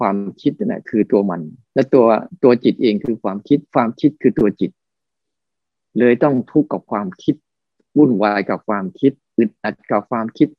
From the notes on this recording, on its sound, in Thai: คอร์สออนไลน์ (ผ่านโปรแกรม Zoom)